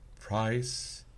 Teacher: I'm going to try and vary my price height, the height of the first part, the nucleus